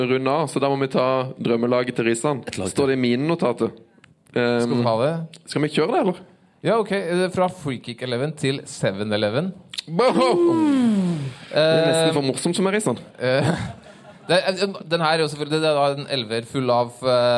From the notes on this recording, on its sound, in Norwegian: live fra Pokalen i Oslo